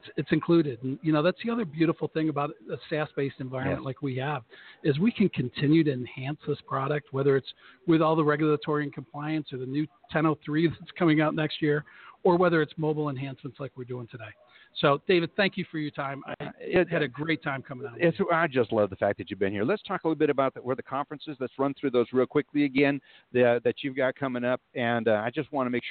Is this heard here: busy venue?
yes